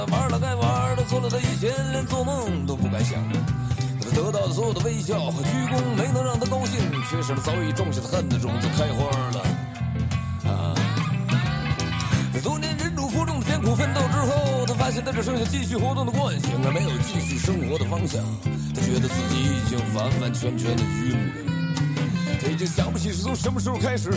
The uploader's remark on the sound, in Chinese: 本期「红灯区」节目还是在车内、在满是红灯的拥堵道路上录制。一刀未剪，一句没落。